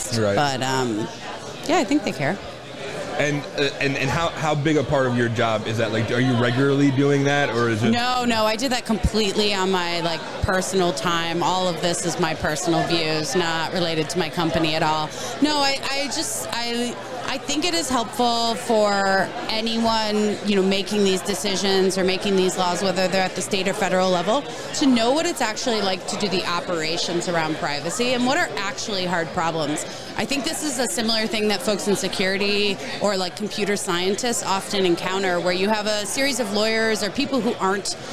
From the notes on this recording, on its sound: Trimarc Live at Shmoocon 2023.